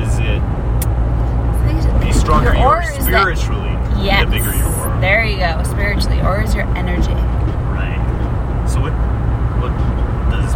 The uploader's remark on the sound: Car Ride. Not know we were recording!!